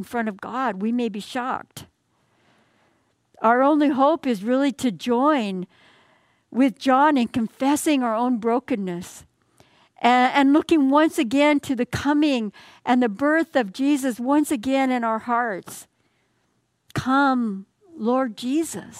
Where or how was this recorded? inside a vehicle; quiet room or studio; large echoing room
large echoing room